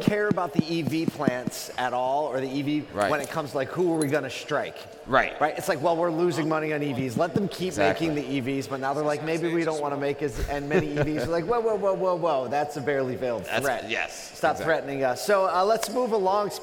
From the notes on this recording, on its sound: The day has finally arrived as we are LIVE from the ASOTU CON Main Stage!